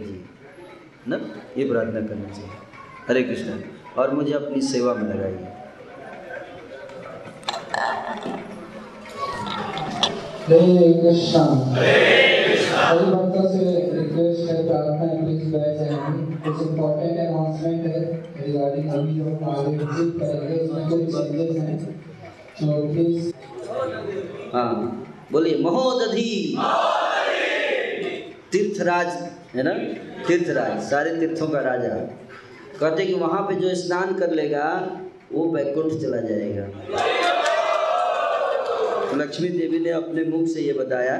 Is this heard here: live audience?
yes